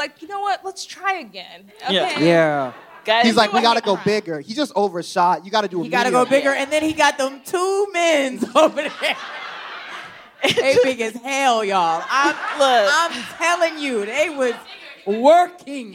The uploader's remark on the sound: This week, Scam Goddess is Live from the Den Theatre in Chicago.